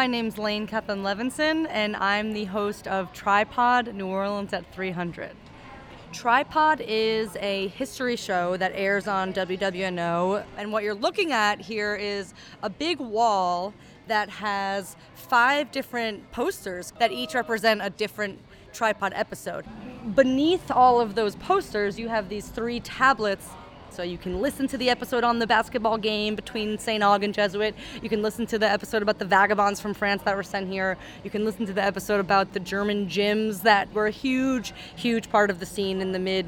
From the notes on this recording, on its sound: a special postcard from the festival grounds